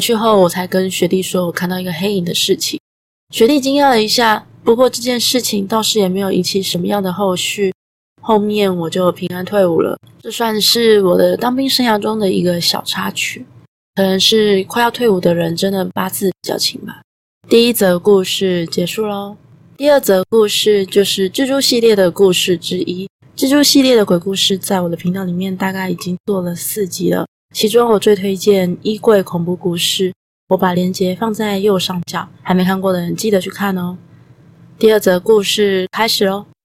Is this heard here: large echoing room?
no